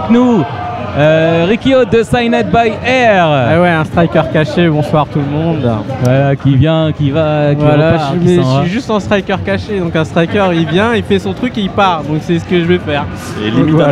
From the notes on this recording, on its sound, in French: Entrez dans ce podcast enregistré dans la folie d'un rassemblement de canards ! J'ai pu jouer les ingénieurs son.